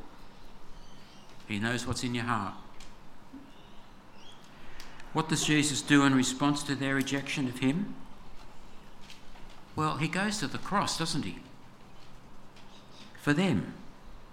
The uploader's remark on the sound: This sermon was preached on 25/02/24 at all services of Helensburgh and Stanwell Park Anglican Church.